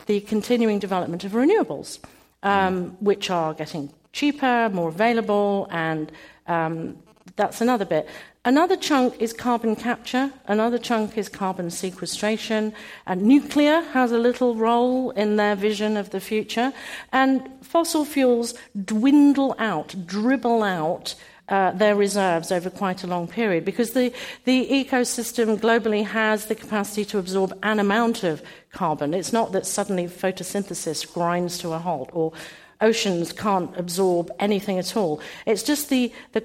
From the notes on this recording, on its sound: This program was recorded in front of a live audience at the Commonwealth Club of California on March 12, 2015.